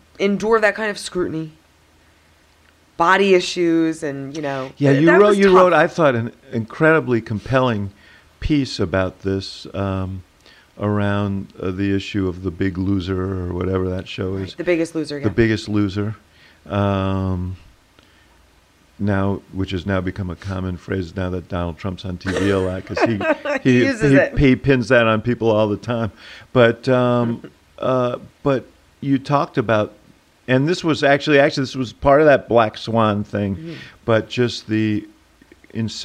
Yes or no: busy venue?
no